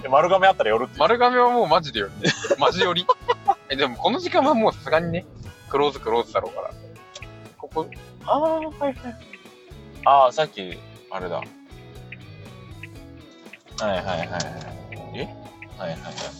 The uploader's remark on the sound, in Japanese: 音質最悪！ドライブラジオ